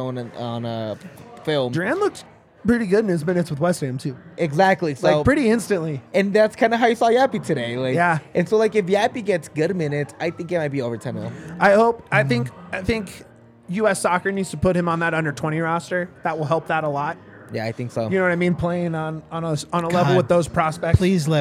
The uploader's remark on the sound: LIVE from the DNVR Bar